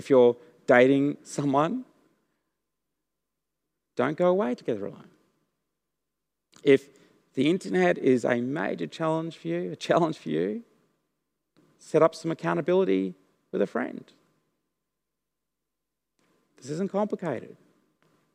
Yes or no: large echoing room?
yes